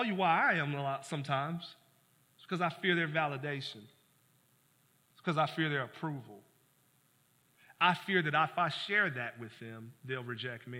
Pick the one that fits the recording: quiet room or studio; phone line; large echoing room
large echoing room